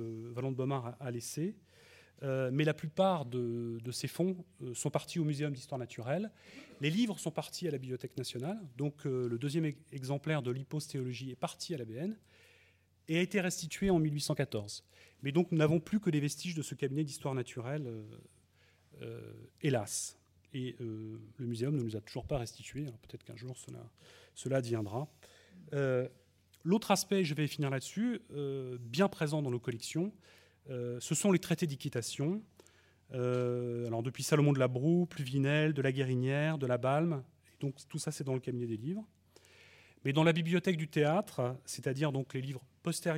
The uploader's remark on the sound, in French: enregistrée le 5 octobre 2012 dans le cadre du colloque « Le cheval et ses patrimoines.